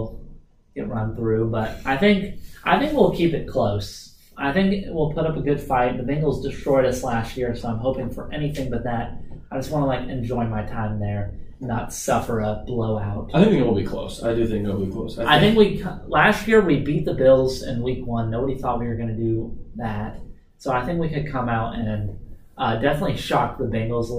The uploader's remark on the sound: Sorry for the poor audio quality in this episode we had problems with the microphone